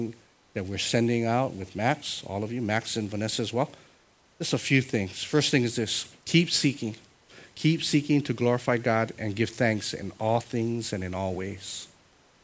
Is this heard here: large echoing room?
yes